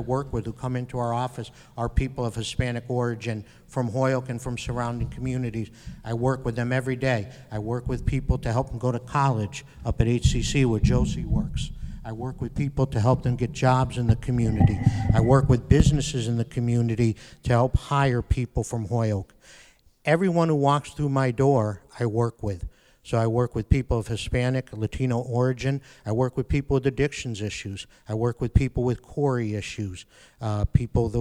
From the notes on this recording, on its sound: On this special broadcasting of the Holyoke City Council Ward Candidates Forum, at Kelly Elementary School, recorded on November 1st, 2017.